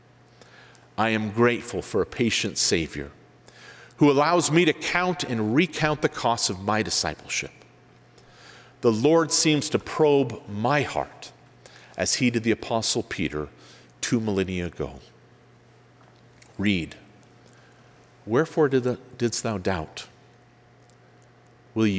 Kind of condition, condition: setting, live audience